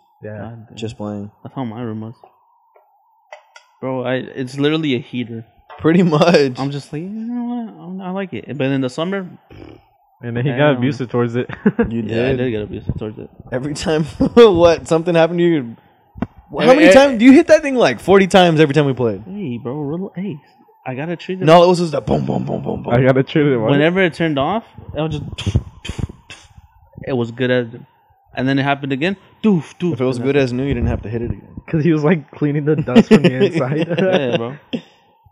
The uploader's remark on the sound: we apologize for the high pitched static in the background